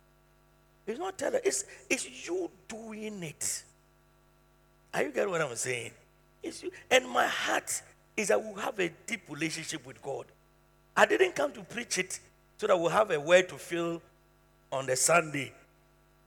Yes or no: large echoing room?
yes